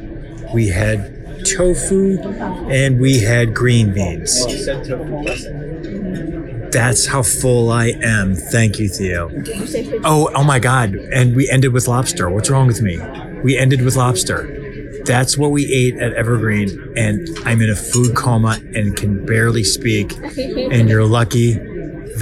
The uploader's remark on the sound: recorded a little travelogue/food log of every single place he ate while in Chicago